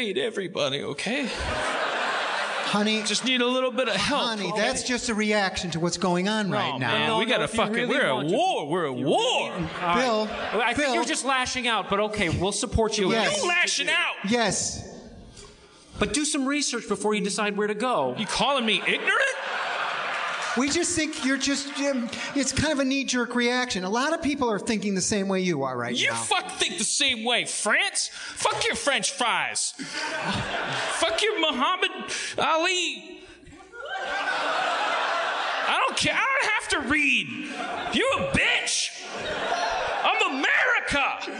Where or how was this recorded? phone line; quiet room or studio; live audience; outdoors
live audience